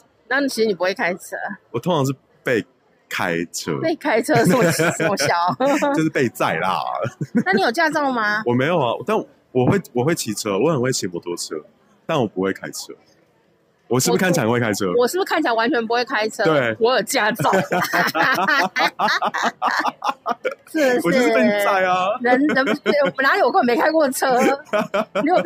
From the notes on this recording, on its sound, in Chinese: 在路邊路的。雖然因為有人來電結果錄音中斷，沒說到再見。雖然音質沒有專業錄音器材飽滿，但意外降噪功能超強，聽不出附近人聲鼎沸吧！